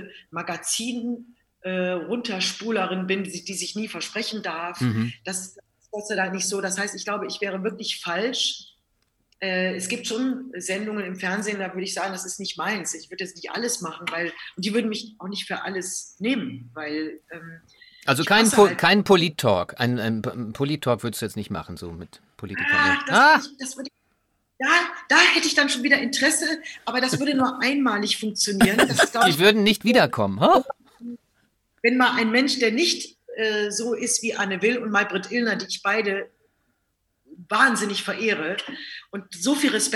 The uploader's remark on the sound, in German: Noch experimitieren wir und unsere Housegäste mit den technischen Möglichkeiten... Diesmal war es ZOOM. Hier und da ein Klicken und Knacken.